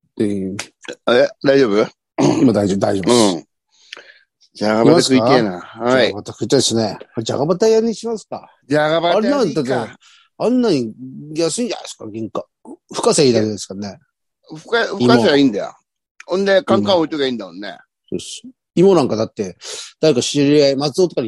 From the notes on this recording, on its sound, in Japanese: ZOOMで収録